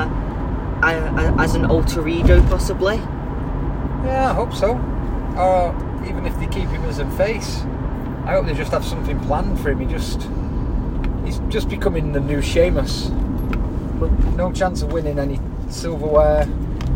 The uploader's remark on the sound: Recorded in the car, the sound may not be the best.